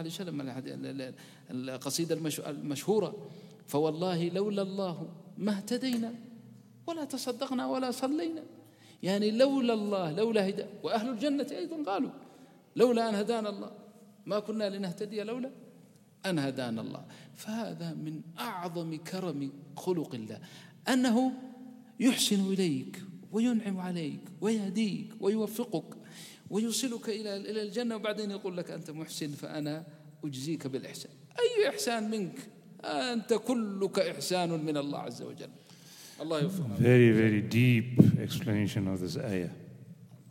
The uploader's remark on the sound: Programme at the Houghton Masjid (West Street)